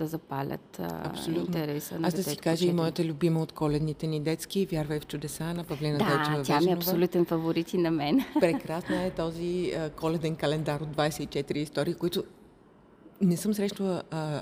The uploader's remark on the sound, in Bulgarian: Записахме този епизод от гардероба на НДК. По време на Коледния панаир на книгата, официално известен като Софийски международен панаир на книгата.